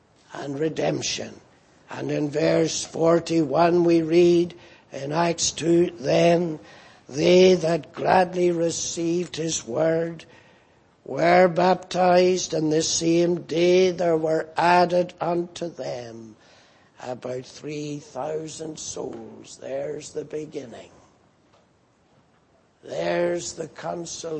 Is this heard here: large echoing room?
yes